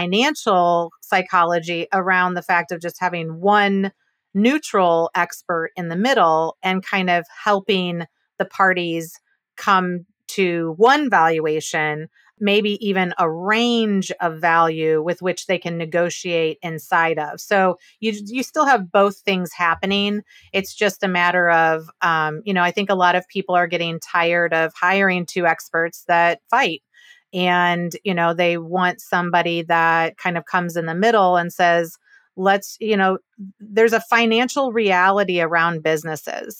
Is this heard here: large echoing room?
no